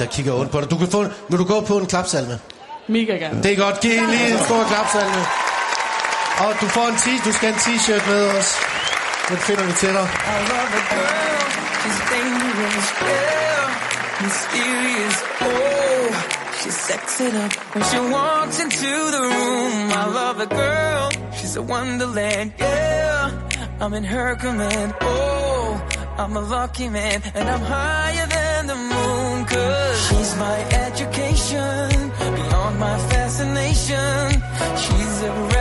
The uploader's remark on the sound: På P4 live fra Sherwood.